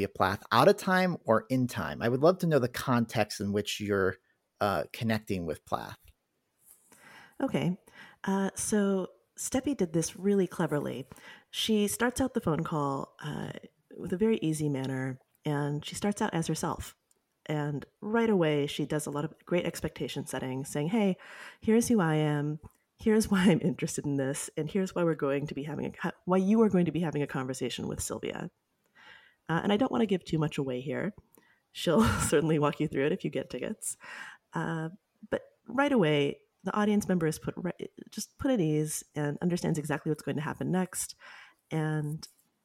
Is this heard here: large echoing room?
no